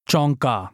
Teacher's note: Notice how the nasal vowel, the bindu above the horizontal line, changes the meaning of the word.